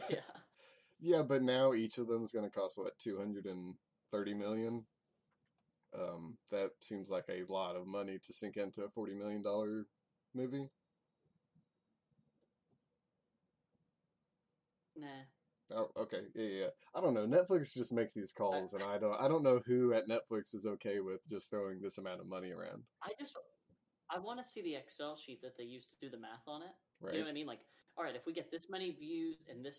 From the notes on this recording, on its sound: Apologies for the low audio.